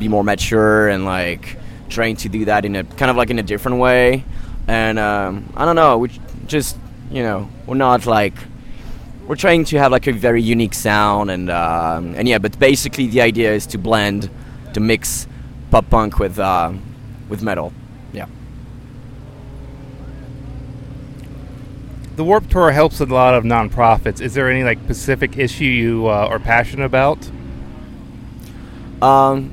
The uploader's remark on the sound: At Warped Tour 2016. Rock At Night Tampa Correspondents.